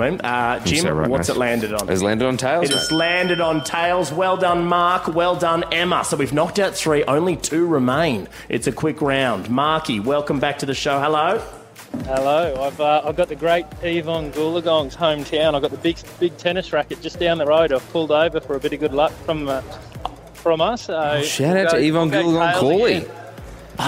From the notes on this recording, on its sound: Live from the Crown for Day 2. The boys are live from the Crown for Day 2.